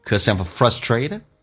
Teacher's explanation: 全部用降调来读，就形成了节奏